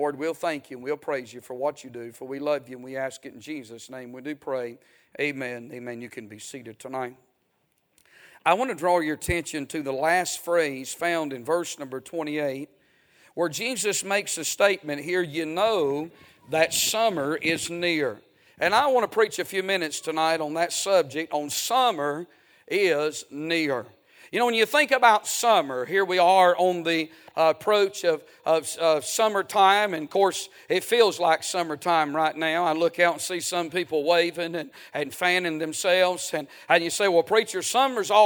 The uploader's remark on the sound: A sermon preached Sunday Evening